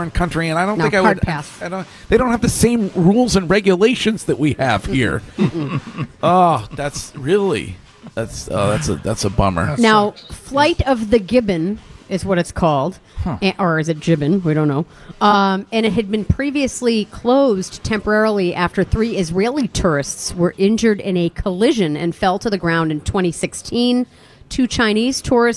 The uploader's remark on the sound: Broadcasting live from The Capital Grille